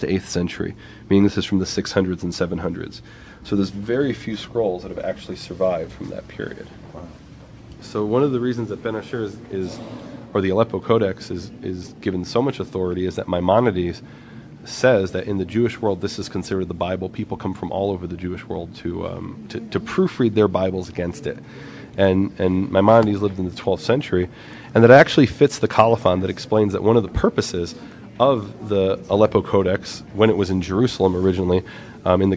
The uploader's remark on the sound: Live from the Shrine of the Book